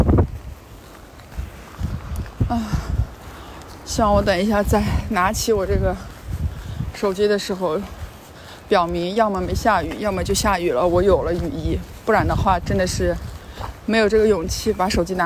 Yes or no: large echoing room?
no